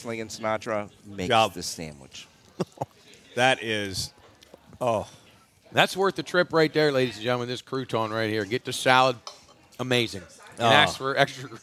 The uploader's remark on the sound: LIVE from Belmont Brewerks in Martins Ferry, Ohio. Warmed by the fireside.